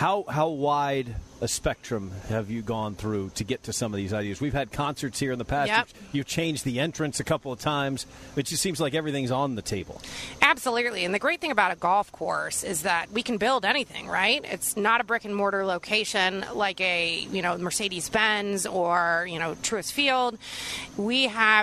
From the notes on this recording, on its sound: Tour Championship at East Lake. Live from East Lake for the final round of the Tour Championship.